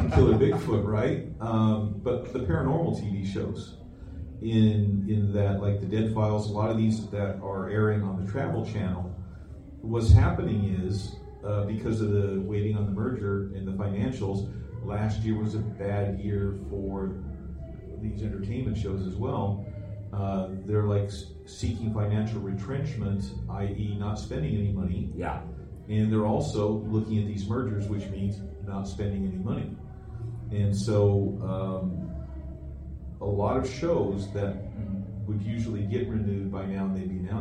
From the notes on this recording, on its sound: Recorded in front of a live audience at Fan Expo Portland! We did have someone who worked in the industry in the live audience!